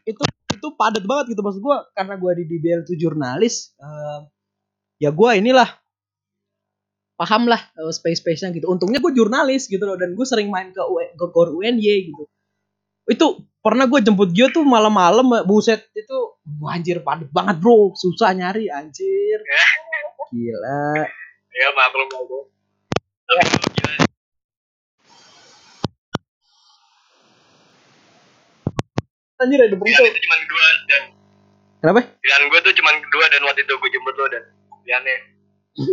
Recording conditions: drop-outs